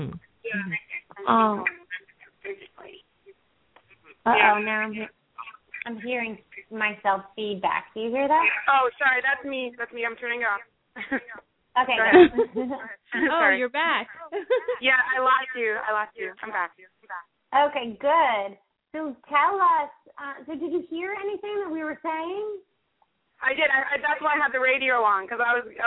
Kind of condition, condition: link, phone line